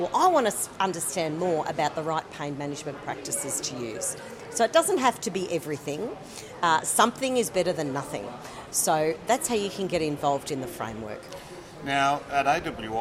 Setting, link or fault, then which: setting, busy venue